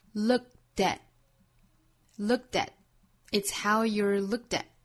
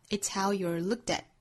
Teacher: 美音之中这样一连读呢会更倾向于把这个 t 的音发成类似于 d 的音